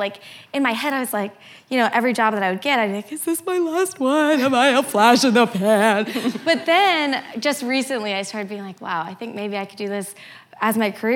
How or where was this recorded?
live audience